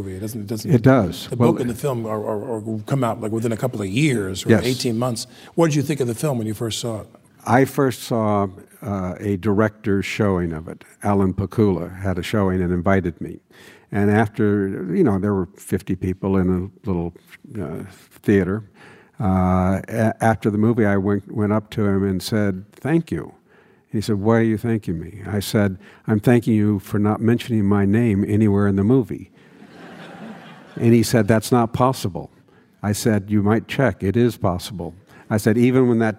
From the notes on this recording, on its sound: in front of a live audience